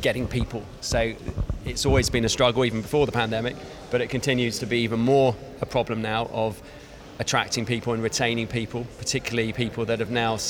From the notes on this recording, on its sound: You can hear live interviews from the recent International Accounting Forum and Awards 2022 which took place in London recently. AIBN were the official knowledge and broadcast partners of the event.